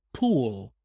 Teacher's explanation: the other one, pool, it's a long ooh sound